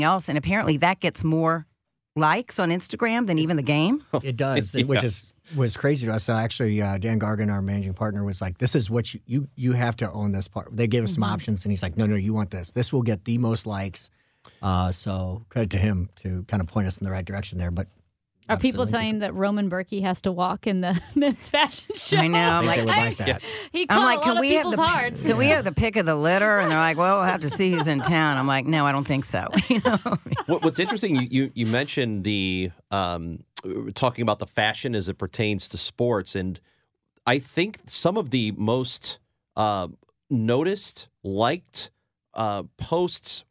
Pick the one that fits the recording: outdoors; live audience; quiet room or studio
quiet room or studio